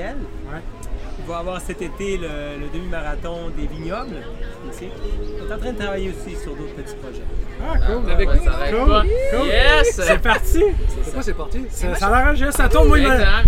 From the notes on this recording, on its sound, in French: Nous avons enregistré sur place à la 1re course de la Série du Canal.